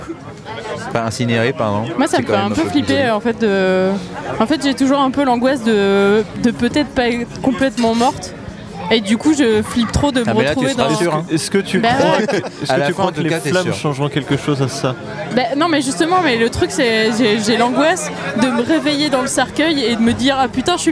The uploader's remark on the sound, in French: Cet épisode enregistré au Pisse Mémé à La Roche Bernard en Bretagne. Dans ce très chouette café atelier associatif.